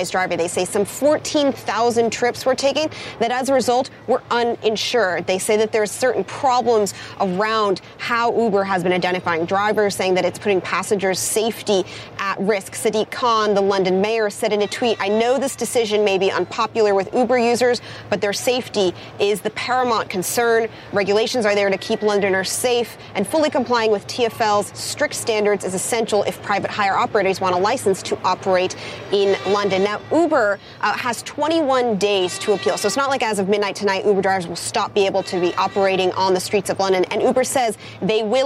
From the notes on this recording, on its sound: live from the New York Stock Exchange